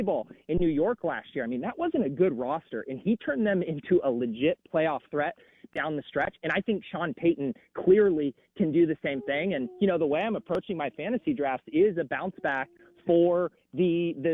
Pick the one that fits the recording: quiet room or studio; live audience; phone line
phone line